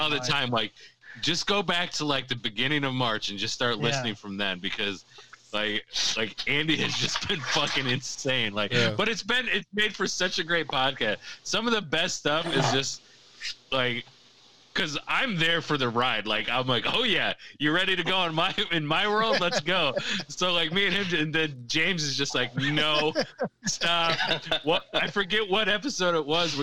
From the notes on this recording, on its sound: While the barbershop was closed during the lock downs we poorly recorded some zoom calls. Quality is a mess and background noises are distracting but we didn't let it stop us from enjoying some beers with eachother over the phone.